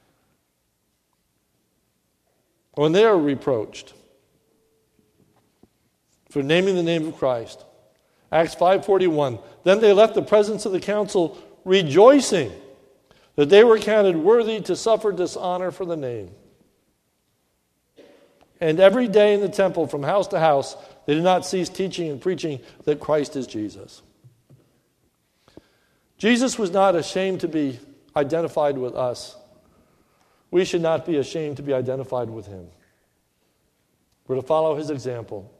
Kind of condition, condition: setting, large echoing room